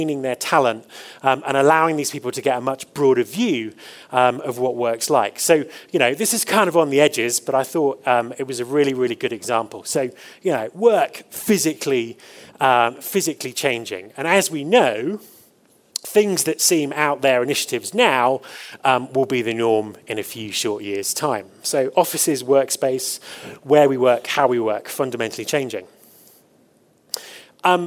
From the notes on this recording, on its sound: The conference organizers, The Eventful Group , made an audio recording of the presentation. Last year I was fortunate enough to deliver the opening keynote at HR Tech Fest in Johannesburg. The conference organizers, The Eventful Group , made an audio recording of the presentation.